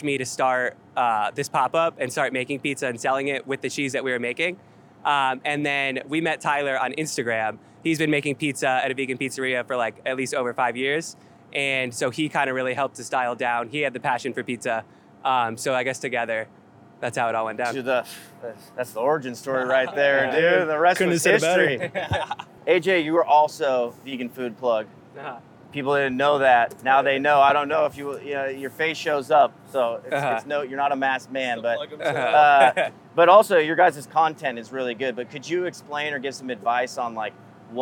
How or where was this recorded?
busy venue